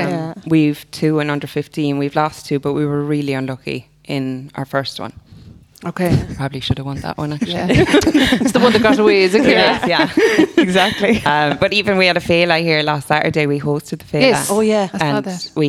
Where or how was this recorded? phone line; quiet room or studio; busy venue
busy venue